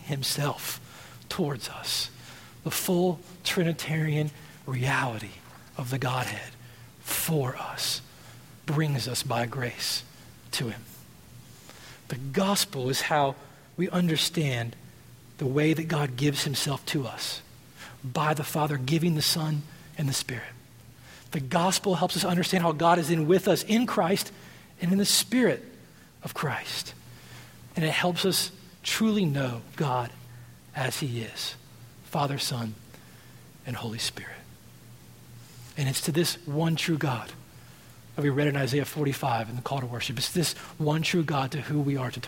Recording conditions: large echoing room